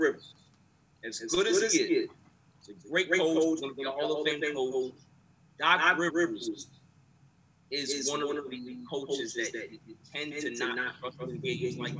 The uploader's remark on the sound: This week has been tough because we have had audio troubles and don't know why. We were recording just as game 6 between the Atlanta Hawks and Philadelphia 76ers was about to begin.